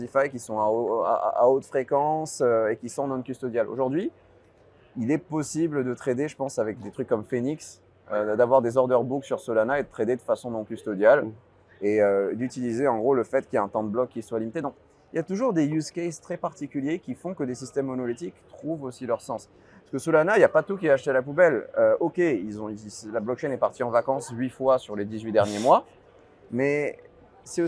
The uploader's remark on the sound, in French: que nous avons eu la chance d'enregistrer durant le Stable Summit à l'ETHCC